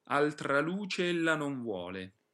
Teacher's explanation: cadrà un piccolo accento su la anziché su e